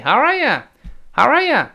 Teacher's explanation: 轻读时这个 you 又发生弱化